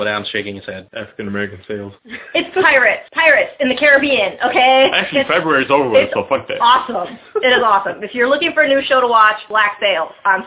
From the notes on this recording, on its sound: we recorded in standard audio